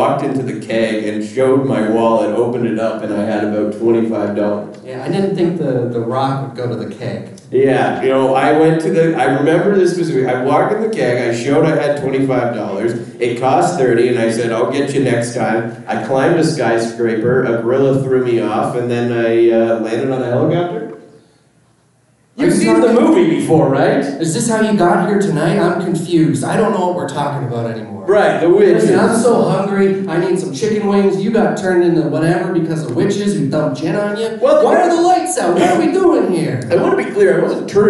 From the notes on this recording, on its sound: Calgary Expo 2023 LIVE. Are live from Calgary.